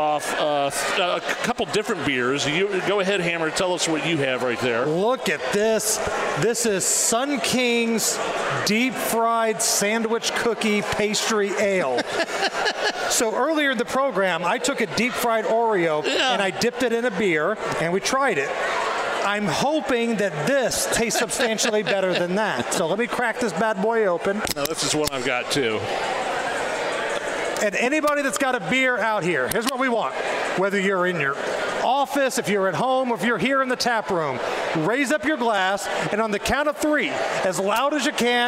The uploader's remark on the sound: LIVE at the Indiana State Fairgrounds Tap Room!